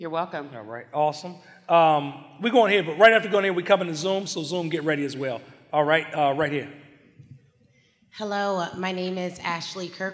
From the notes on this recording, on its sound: TSP Live 2022. Answers different questions from the audience. So, jump into this Q & A session.